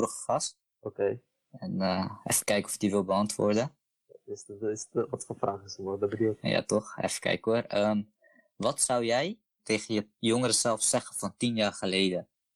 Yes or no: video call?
yes